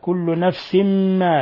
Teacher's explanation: تنوين كسر جاء بعده حرف الميم الحكم التجويدي إدغام بغنة